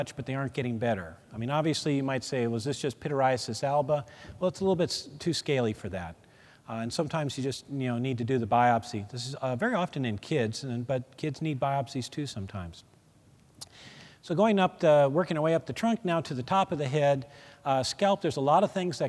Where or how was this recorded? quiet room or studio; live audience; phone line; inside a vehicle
live audience